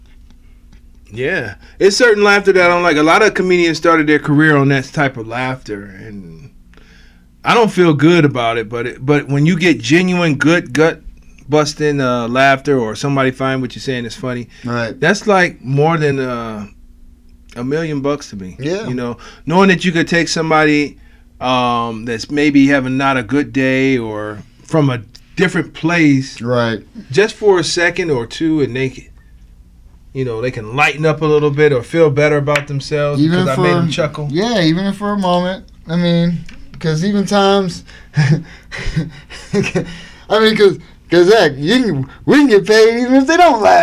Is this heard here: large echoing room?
no